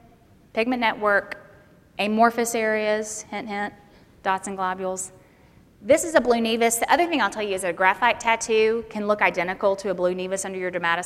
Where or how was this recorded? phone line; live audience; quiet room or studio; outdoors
live audience